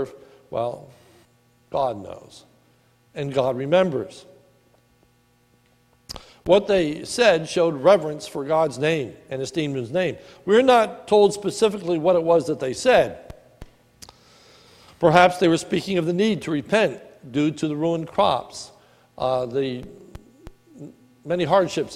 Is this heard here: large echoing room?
yes